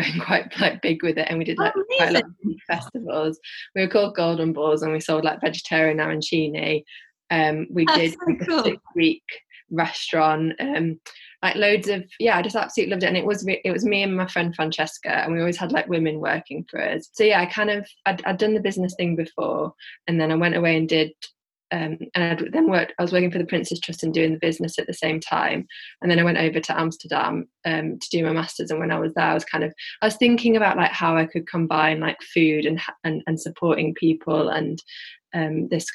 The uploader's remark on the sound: this was recording in lockdown over Zoom so the audio is slightly muffled in places